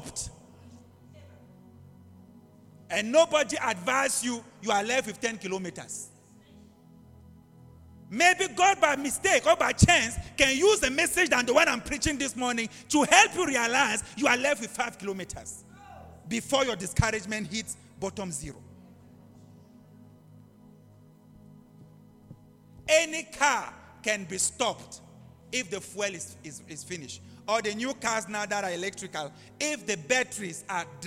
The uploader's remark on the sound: LIVE AT ABC ROBEGA